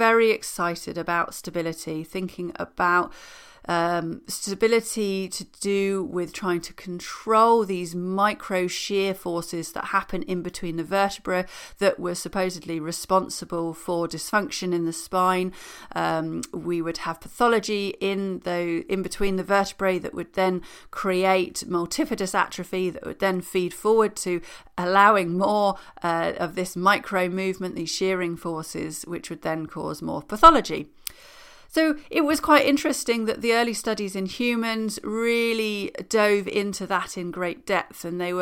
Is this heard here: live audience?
no